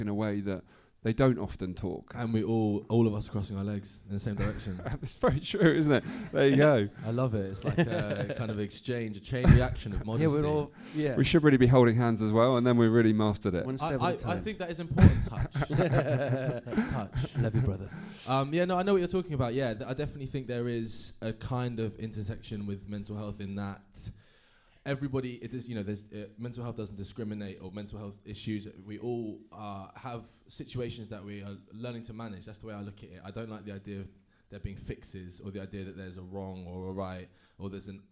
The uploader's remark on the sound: Recorded live at Happiful's Podfest for Mental Health.